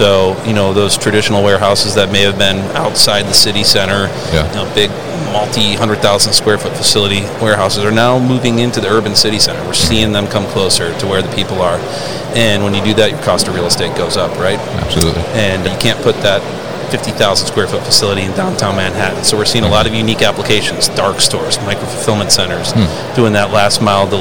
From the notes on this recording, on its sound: Autostore at MODEX 2022